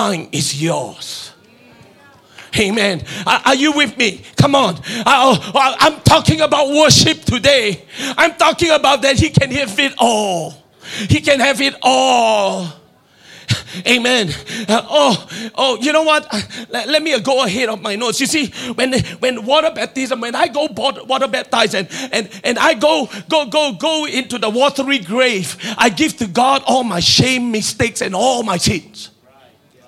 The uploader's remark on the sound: Preached at Deep Calleth Deep Conference 2023, 7 December Evening Service